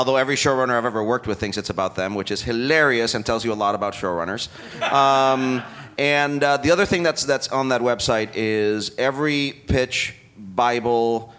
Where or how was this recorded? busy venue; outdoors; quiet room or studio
busy venue